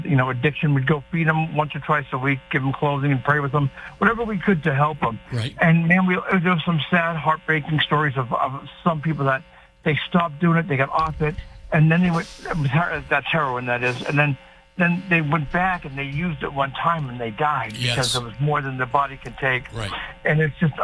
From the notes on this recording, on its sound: take calls from the audience